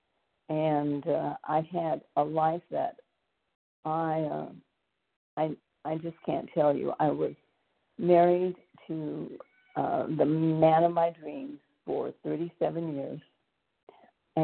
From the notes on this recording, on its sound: From the 100 Pounders Phone Meeting, 2/21/24.